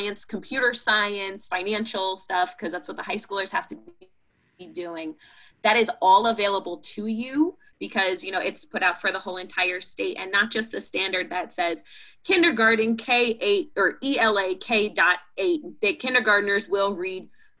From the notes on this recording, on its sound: Recorded on August 12, 2020 as part of the August Webinar Series.